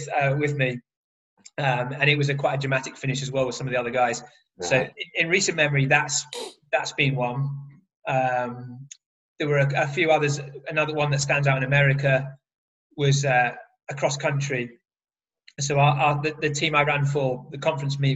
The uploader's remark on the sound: This episode was recorded via Zoom